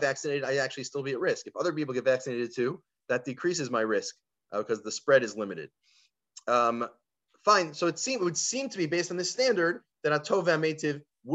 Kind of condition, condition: link, video call